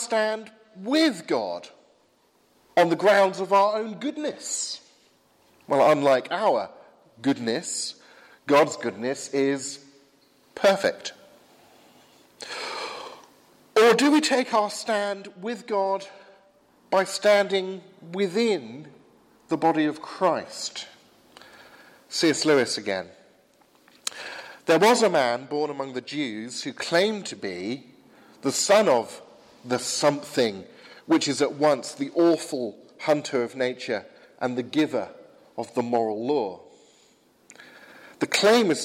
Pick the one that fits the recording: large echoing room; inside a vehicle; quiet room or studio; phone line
large echoing room